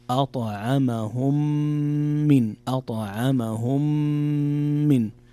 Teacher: فيه غنة بمقدار حركتين